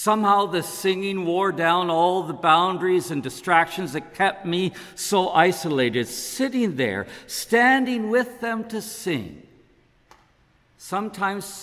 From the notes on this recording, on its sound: Preached at saint ben's on Sunday August 21, 2022. This podcast is created at saint benedict’s table , a congregation of the Anglican Church of Canada in Winnipeg.